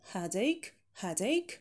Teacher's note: Ударение как раз-таки на эту составляющую head